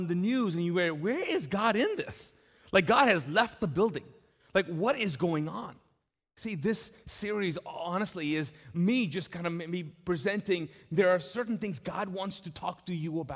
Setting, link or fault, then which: setting, large echoing room